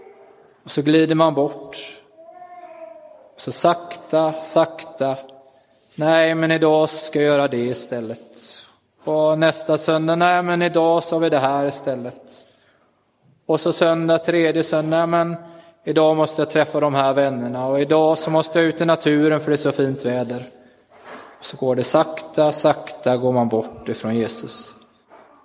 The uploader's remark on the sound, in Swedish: Inspelad i Roseniuskyrkan den 16 april 2023.